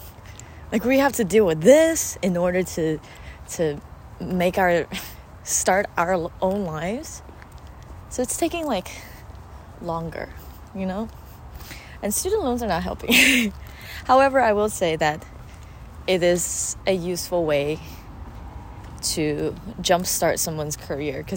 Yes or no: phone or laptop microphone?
yes